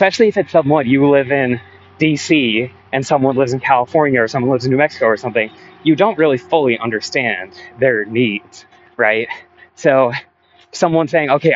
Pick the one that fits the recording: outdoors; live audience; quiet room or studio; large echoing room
outdoors